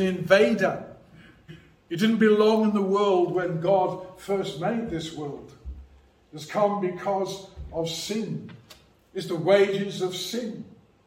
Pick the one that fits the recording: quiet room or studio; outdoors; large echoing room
large echoing room